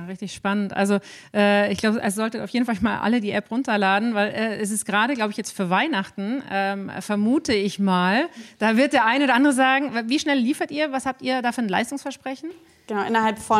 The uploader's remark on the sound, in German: Münchner Beauty Salons SKINFOMRANCE, bei dem dieser LIVE Podcast aufgenommen wurde.